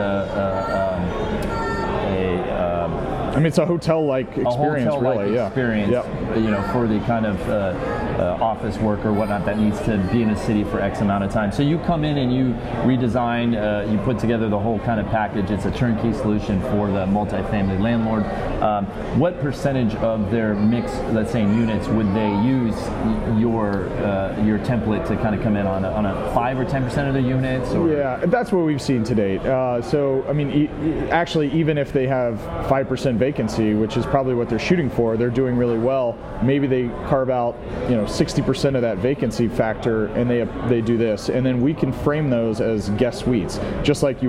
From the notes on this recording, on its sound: Live from IMN Multi Family Conference. At the 3rd Annual IMN Multi-Family Conference in Santa Monica, CA.